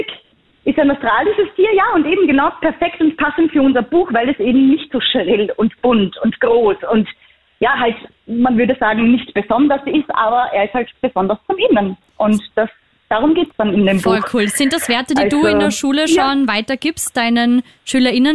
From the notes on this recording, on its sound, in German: Am Telefon